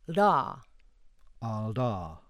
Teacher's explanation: an alveolar lateral flap